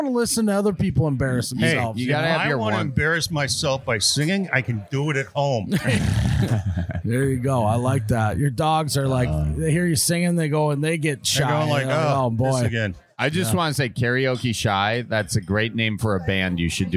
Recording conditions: busy venue